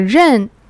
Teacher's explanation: the character 认 it's a falling tone